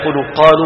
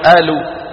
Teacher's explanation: خذوا حرف القاف، في بلاد يجعلونه همزة مثل بلاد الشام ومصر والأردن · Shown in: second take · وبلغني أنه في بعض مناطق المغرب أيضا، يعني بدل ما يقولوا قالوا بيقولوا آلوا.